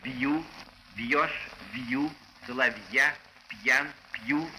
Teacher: Буквы «Б», «В», «П» в таких случаях, как «бью», «бьешь», «бью», «соловья», «пьян», «пью» и тому подобное, произносятся мягко